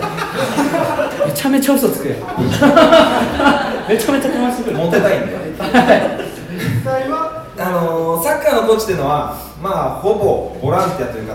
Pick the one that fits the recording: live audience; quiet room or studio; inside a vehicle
live audience